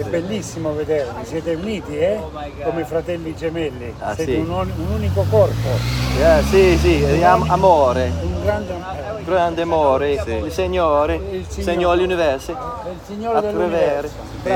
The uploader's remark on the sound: We come to you live (so to speak) from outside the walls of the Vatican, sporting sleek Italian shirts, delicious iced coffees and a will to be free.